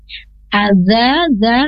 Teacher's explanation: lidah ujung ke ujung gigi seri atas dan dipanjangkan dua harokat. Fathah menghadapi alif.